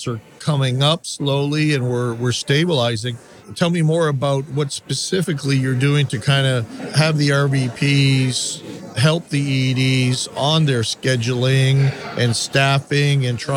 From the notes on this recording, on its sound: This episode was recorded at the NIC Spring Conference.